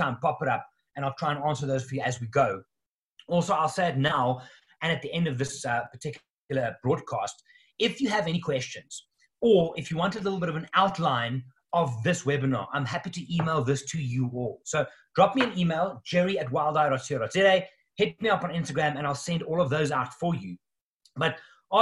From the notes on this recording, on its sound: In this episode I share the audio of a webinar I hosted online last night. The first of a series of new online offerings from Wild Eye.